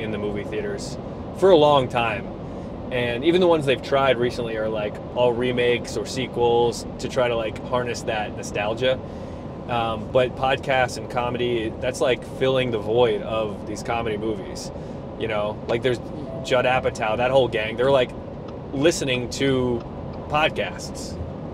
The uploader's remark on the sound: Recorded driving around Rhode Island